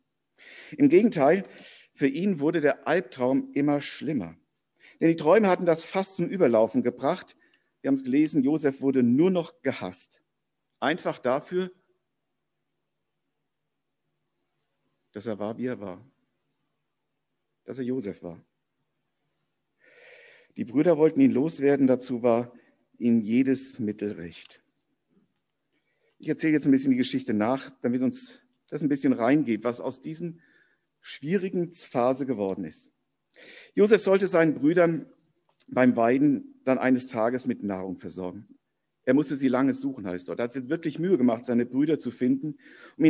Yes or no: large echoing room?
yes